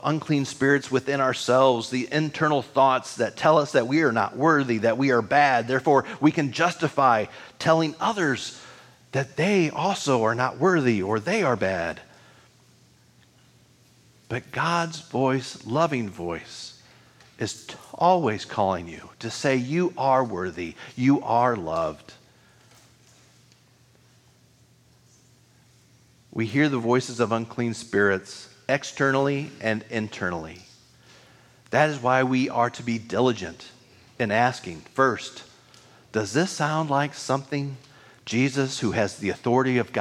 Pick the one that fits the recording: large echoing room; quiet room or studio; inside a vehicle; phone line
large echoing room